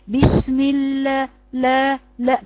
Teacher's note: مع لفظ الجلاله مع اللام بتخرج نفس، ده من اخطاء تلاوه حرف اللام . جربيها لحد ما تتقني حبس النفس في حرف اللام حتى